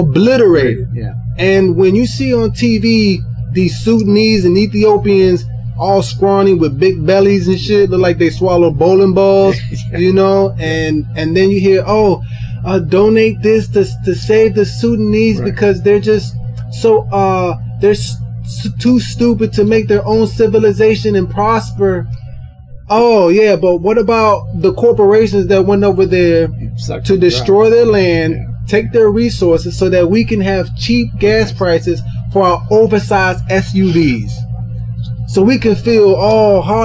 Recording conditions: poor sound quality